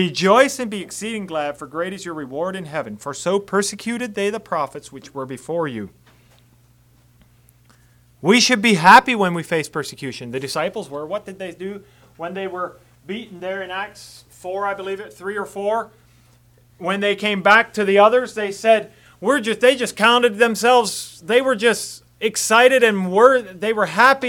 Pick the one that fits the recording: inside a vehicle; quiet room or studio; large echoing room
large echoing room